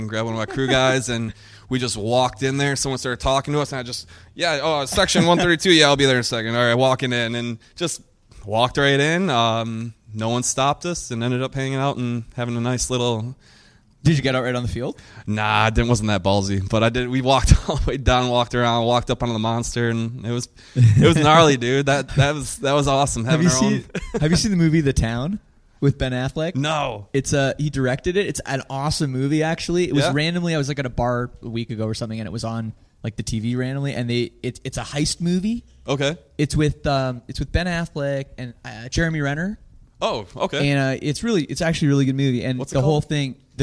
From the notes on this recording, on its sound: Live in Downtown Los Angeles at the Fearless Records Pop-up